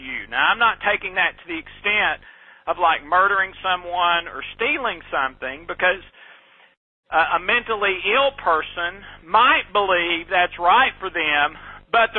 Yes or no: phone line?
yes